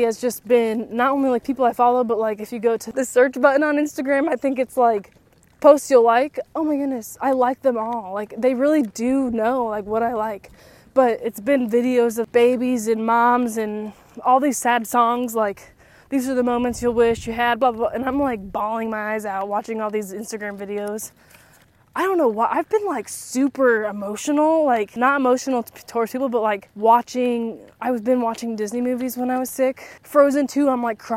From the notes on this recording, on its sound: Come stroll with me as I walk and talk